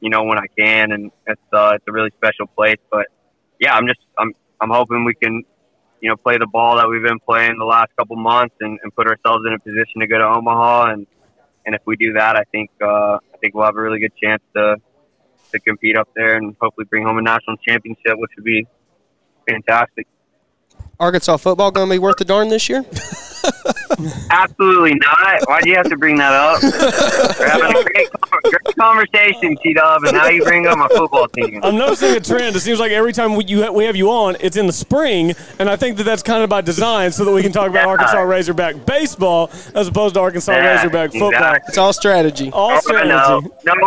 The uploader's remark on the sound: Live From Kickingbird for OGA State Junior!!